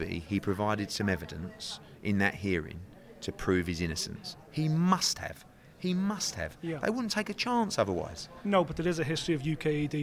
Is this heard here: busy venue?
yes